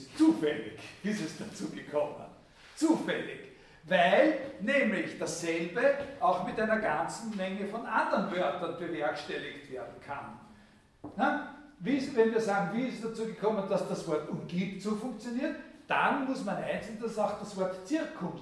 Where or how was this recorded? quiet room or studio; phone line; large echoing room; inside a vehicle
large echoing room